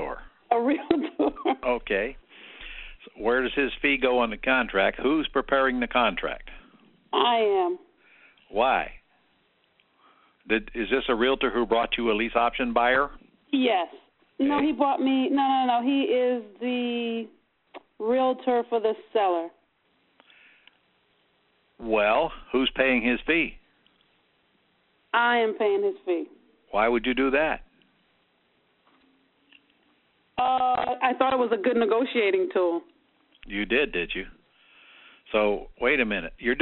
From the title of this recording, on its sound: Q&A Call